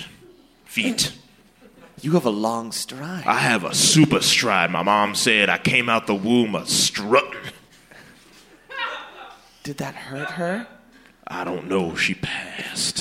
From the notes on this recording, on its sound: Real life sounds from the Portland City Council inspires improv on stage at Curious Comedy Theater.